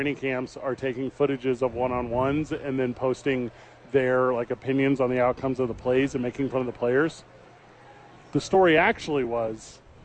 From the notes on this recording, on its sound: live from Isotopes Park